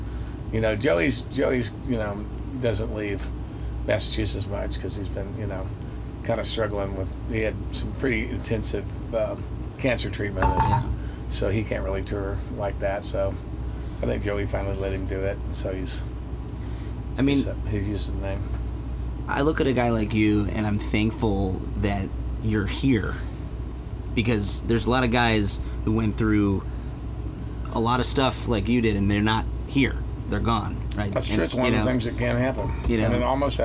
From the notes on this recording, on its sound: The conversation was recorded outside Romp Fest in Kentucky. Tour bus.